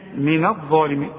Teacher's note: الظا هي المفخمة واعلى درجات التفخيم